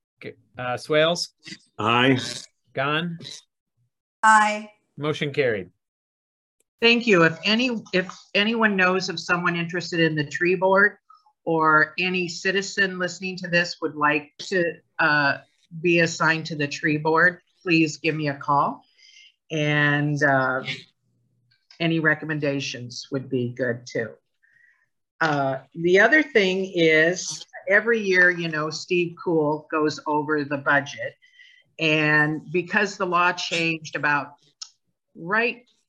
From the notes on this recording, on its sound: University Heights City Council Meeting of January 10, 2023 was held on Zoom.